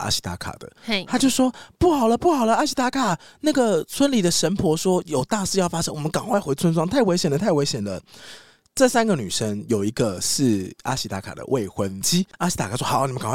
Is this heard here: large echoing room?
no